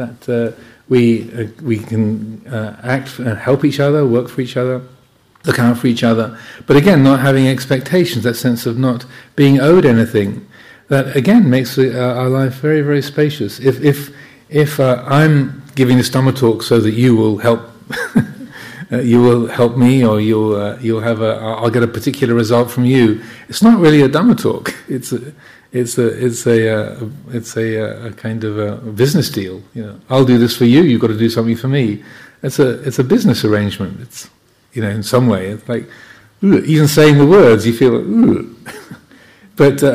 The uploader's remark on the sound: during the Kathina festival, at Chithurst Buddhist Monastery, UK.